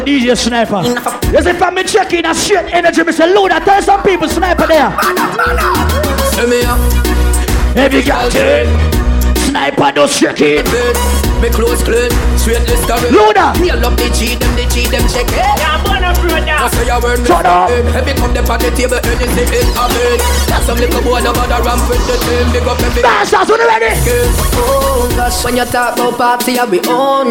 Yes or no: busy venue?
yes